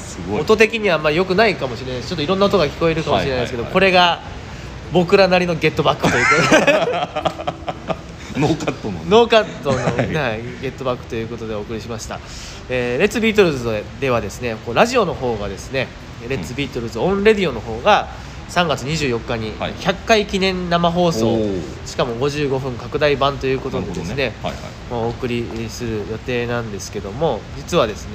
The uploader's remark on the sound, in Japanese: 野外でこのPodcastを収録しました。映画館で『Get Back』を見た直後で野外収録！